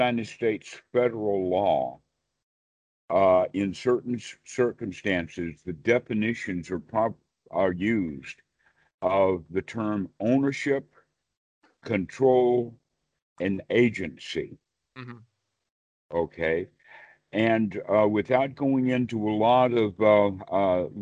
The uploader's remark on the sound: skype calls on this channel